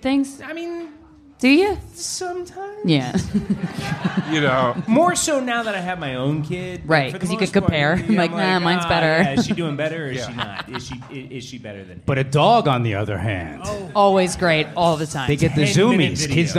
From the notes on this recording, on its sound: Live from The Stand Comedy Club, NYC. We celebrate a return to semi-normalcy with a live recording at The Stand Comedy Club in New York City.